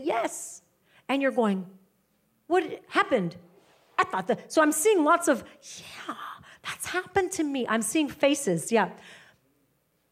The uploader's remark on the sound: Live teaching from House of Glory.